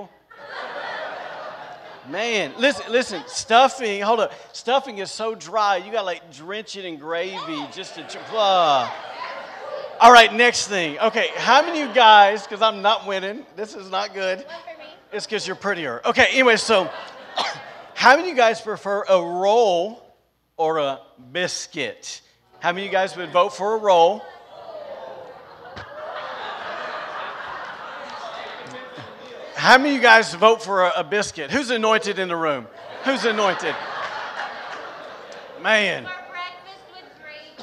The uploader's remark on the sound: was recorded on Sunday, November 21st, 2021, during service at The Anchor Church in Rockport, Maine.